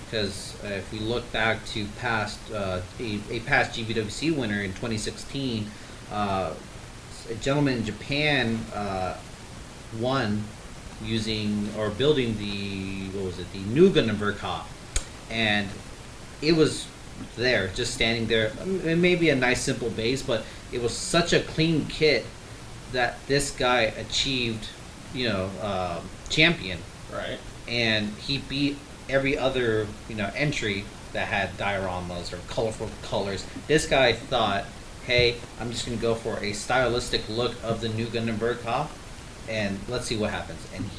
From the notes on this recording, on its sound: Sorry for the audio, we wanted to get this out as soon as possible.